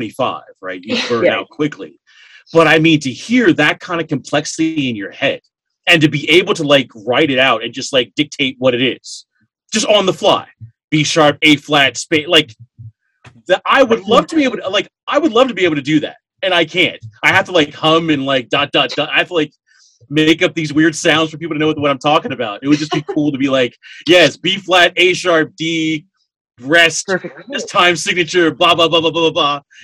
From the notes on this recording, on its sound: Recorded on Zoom